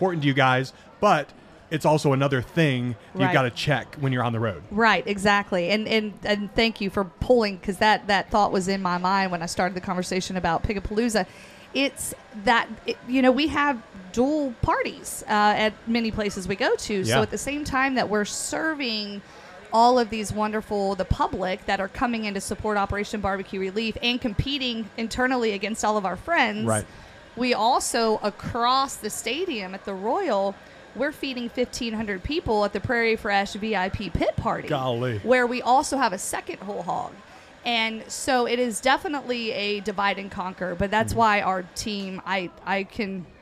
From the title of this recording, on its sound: Live at The Jack